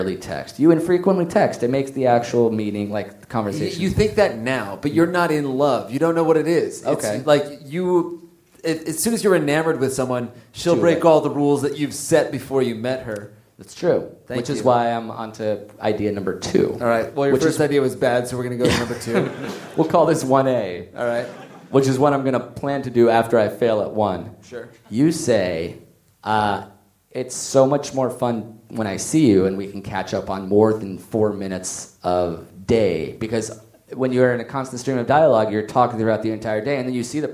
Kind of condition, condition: setting, live audience